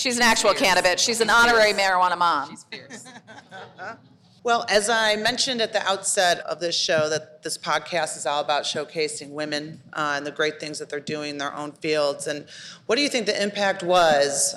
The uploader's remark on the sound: The Broad Cast's first-ever live taping hosted at EvolveHer. This month’s special live taping.